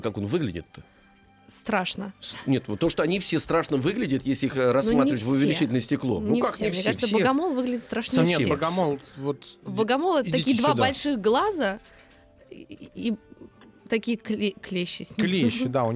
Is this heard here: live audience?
no